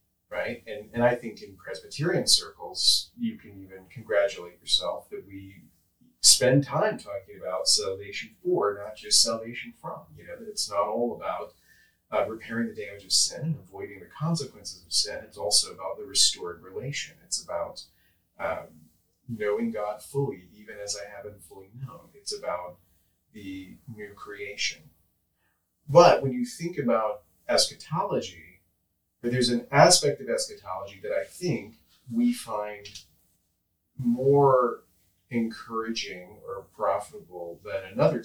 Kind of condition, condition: fault, poor sound quality